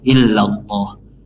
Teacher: Kemudian ada lafaz illallah, Allahnya, lafaz Allah di sini, lam di sini, langsung masuk ke lafaz Allah ya, tanpa harus ada penahanan ataupun tanpa harus ada jeda, langsung masuk illallah.